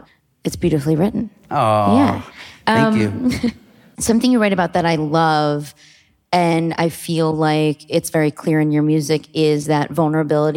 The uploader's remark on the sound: Catching this talk live last month. Sat down at the beautiful Murmrr Theater in Brooklyn. At Murmrr Theater, and at Hook and Fade Studios in Brooklyn.